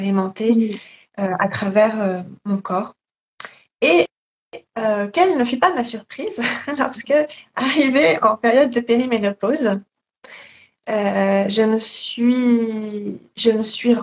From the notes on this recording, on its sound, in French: il s'agit d'une rediffusion d'un live Instagram